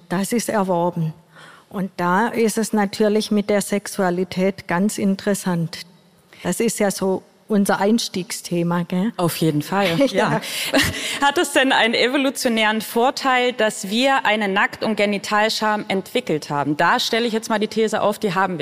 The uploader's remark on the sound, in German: Die Folge wurde beim "Beats & Bones Podcast-Festival" im Naturkundemuseum Berlin aufgezeichnet.